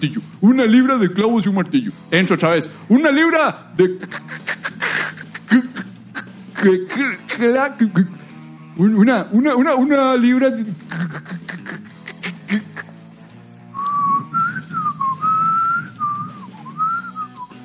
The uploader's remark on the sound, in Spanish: Grabado en vivo desde el Teatro Torres.